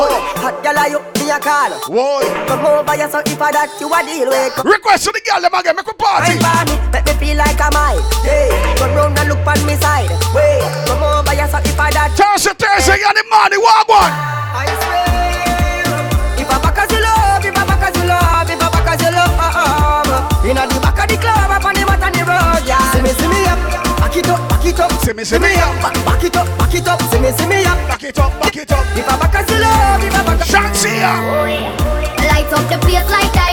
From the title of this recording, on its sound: BDAY PARTY (LIVE AUDIO)